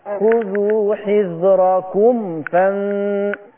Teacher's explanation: ما تغنيش الميم عند الفاء